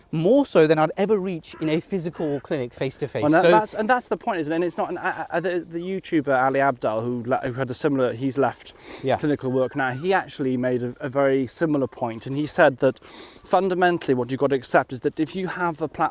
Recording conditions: outdoors